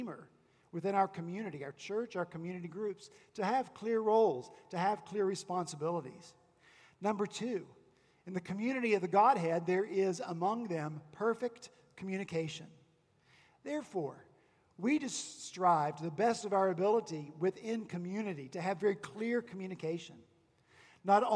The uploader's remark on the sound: this past Sunday, January 19 at Redeemer Presbyterian Church in Charleston, SC.